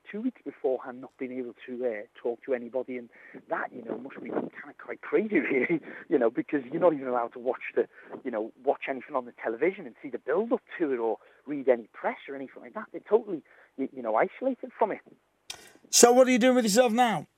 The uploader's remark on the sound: receives a surprise Phone Call